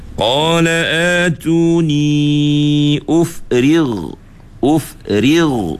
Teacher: dekat ra tu ra nipis, kemudian ghain tu kena tebal